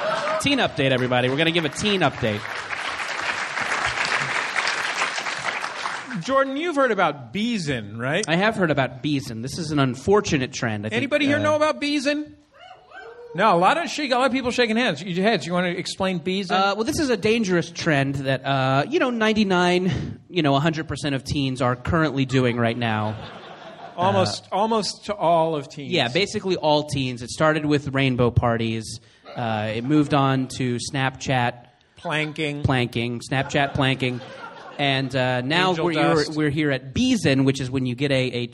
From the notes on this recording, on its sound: Live at the Downtown Independent. Live show with My Brother, My Brother and Me at the Downtown Independent in Los Angeles.